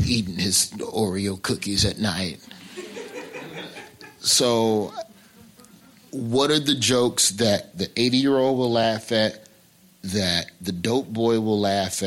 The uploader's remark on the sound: Live at SXSW